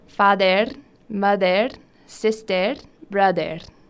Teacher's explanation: Sí, otro ejemplo muy común sería cuando las palabras que terminan en vocal consonante R, como las palabras father, mother, sister, brother, cuya pronunciación en inglés es llamado schwa, se pronuncia A, que ellos tienden a pronunciarlas arrastrando la R, remarcándola